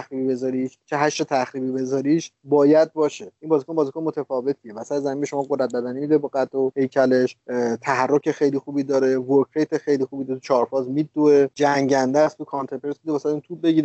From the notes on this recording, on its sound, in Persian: ضبط اسکایپی جداگانه هر بخش از پادکست